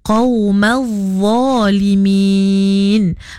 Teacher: pada makhraj huruf za tu nya sama makhraj macam kita nak nyebut huruf zal dan tha, kena keluarkan sedikit lidah. Tapi za tu kita kena tebalkan bunyinya lah.